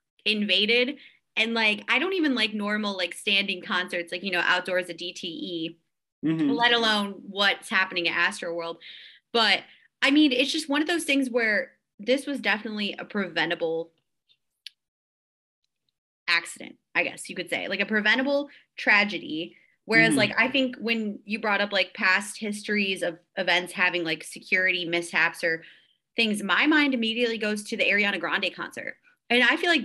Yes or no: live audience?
no